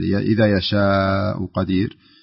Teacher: وما أصابكم هنا يجوز أنك تقرأ بالقصر، لكن إذا يشاء هذه لابد تمدها لأنها مد متصل فيمد مقدار 4 حركات